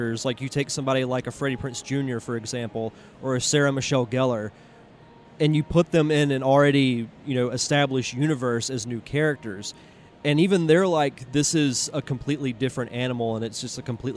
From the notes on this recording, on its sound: Clips from the Star Wars Rebels panel, exclusive audio from the Rebels press conference. Star Wars Celebration 2017. Clips from the Star Wars Rebels panel, exclusive audio from the Rebels press conference.